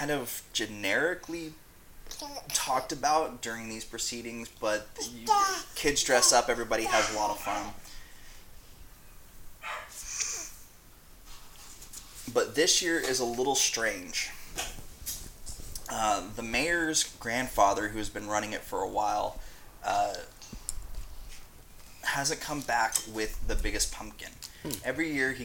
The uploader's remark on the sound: Baby noises in the background.